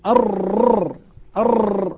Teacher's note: فالراء فيها قابلية التكرار، فأنا أحجم عن المبالغة فيها وأجعل الراء طبيعية صحيحة سهلة سلسة.